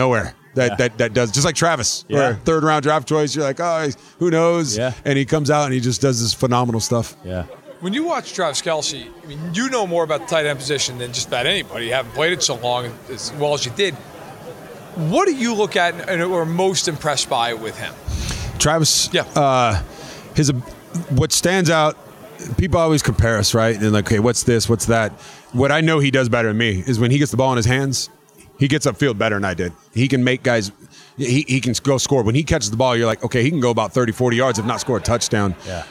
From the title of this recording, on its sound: Live from Super Bowl LVII